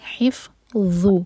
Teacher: ح کو حلق سے اور پھر فا پر پھونک والی آواز